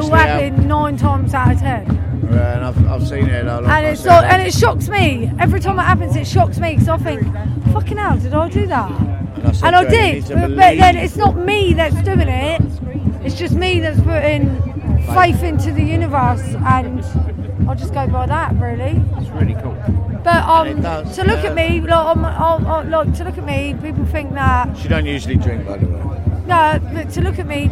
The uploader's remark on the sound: Stonehenge Solstice 2023 - a Neolithic Soundscape. I've tried to capture the mood and the soundscape.